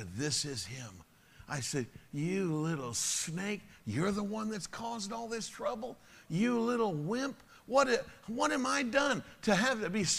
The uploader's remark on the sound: Sunday Evening Service. Message delivered to His Church World Outreach Center.